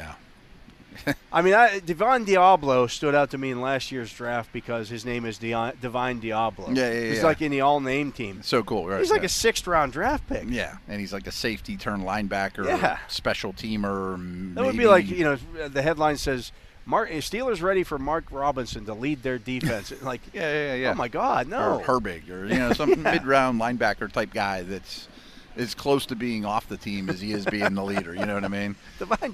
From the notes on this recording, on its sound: broadcast live from the UPMC Rooney Sports Complex during day two of Steelers' Mini Camp